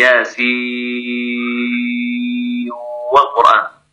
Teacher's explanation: أدغم ورش النون من ياسين والقرآن، والنون من نون والقلم